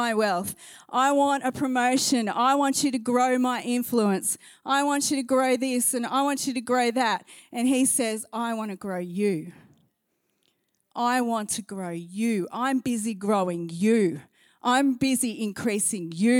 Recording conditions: large echoing room